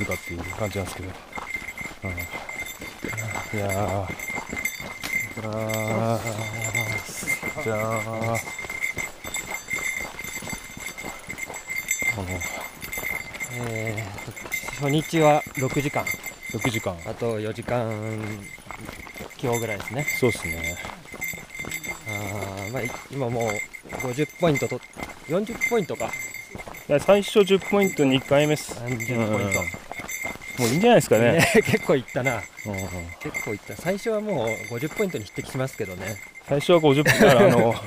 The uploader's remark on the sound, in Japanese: OMM JAPAN 2022 奥美濃の様子を競技中に録音してきた真空パック的な回で。